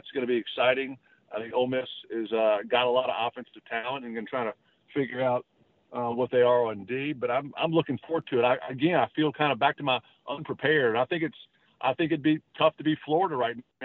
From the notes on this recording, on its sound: on the Modern Woodmen phone line